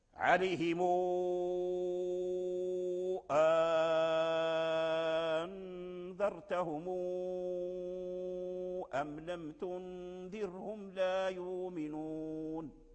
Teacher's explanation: نضم الميم ثم نصلها بواو، وبما أن الواو مد ثم جاء سبب المد وهو الهمزة فكان المد مدا طويلا، مدا طويلا لورشين.